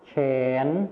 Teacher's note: ส่วนภาษาไทยถิ่นอีสานจะไม่มีคำควบกล้ำวอแหวนนะคะ